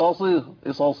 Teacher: صاد مفتوحه وبعدها الف في اعلى مراتب الصاد